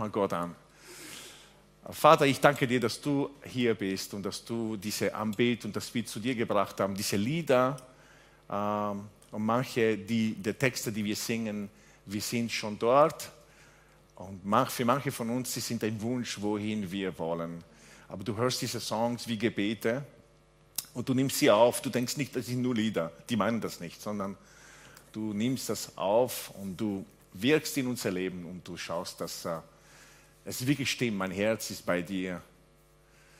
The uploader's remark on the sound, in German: Gottesdienst live aus der LIFE Church Wien